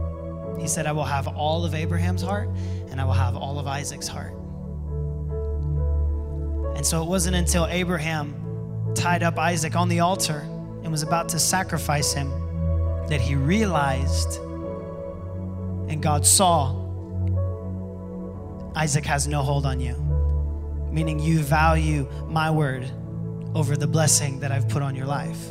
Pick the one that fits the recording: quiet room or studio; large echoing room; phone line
large echoing room